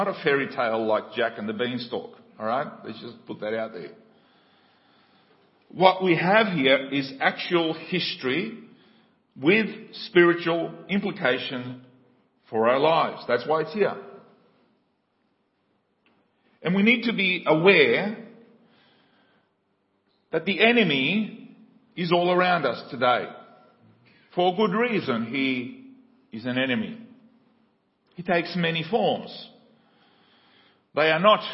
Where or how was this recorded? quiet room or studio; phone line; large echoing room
large echoing room